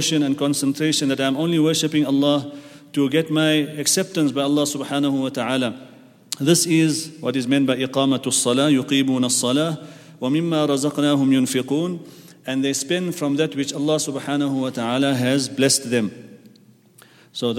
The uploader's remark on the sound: at the Houghton Masjid (West Street)